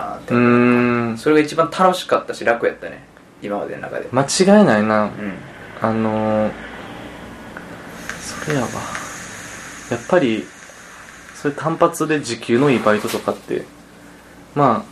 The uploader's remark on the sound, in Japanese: ラジオの雑音